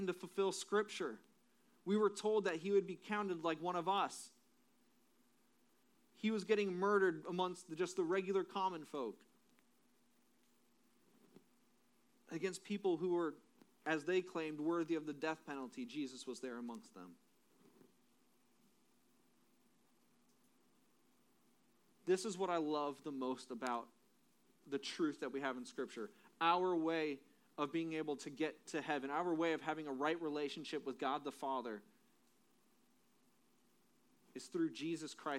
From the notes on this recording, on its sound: Audio is low, turn up device audio. Phone Audio recommended.